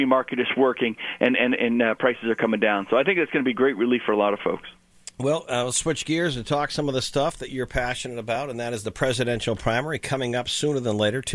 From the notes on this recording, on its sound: Called into GMNH.